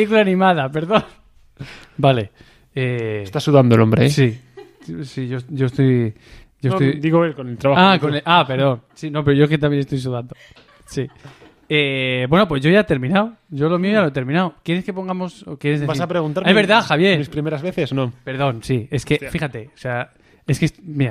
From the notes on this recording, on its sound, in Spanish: Primer capítulo grabado en directo y con público.